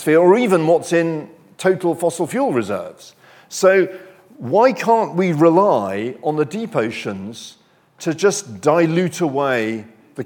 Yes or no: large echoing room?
yes